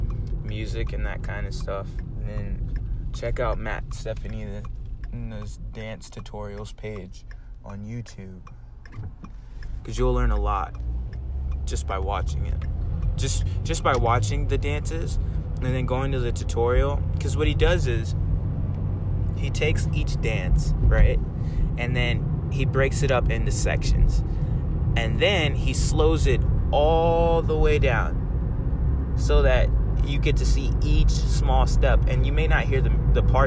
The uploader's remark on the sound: I've yet to have a clean episode, smh. During my usual Radon route. My voice is getting better.